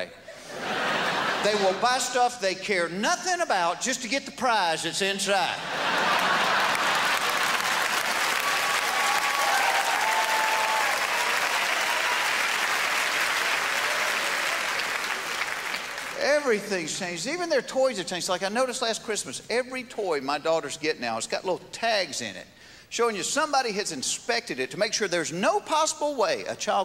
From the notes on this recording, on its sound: at the 2001 Just for Laughs Festival in Montreal